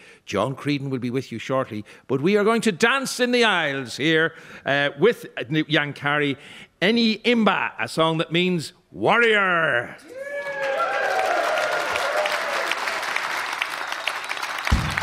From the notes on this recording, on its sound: TradFest 2024 - Arena Special. Live from Dublin Castle.